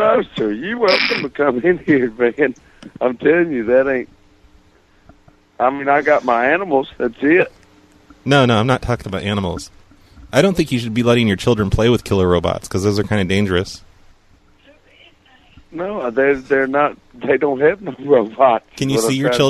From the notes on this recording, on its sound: RBCP's Personal Prank Phone Calls Collection